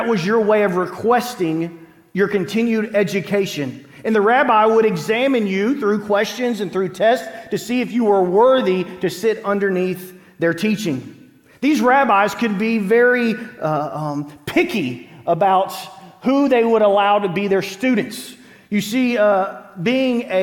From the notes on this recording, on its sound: Green Hill Church Live